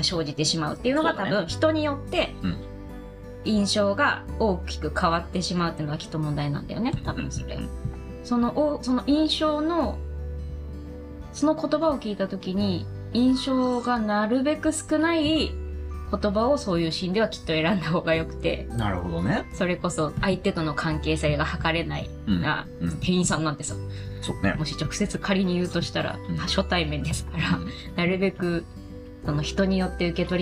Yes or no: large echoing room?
no